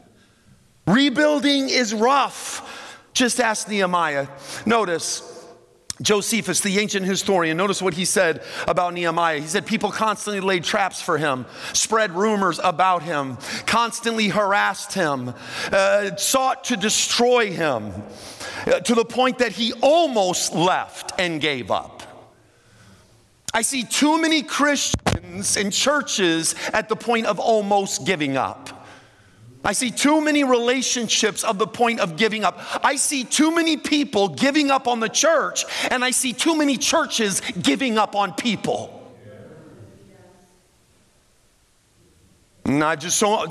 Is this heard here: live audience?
yes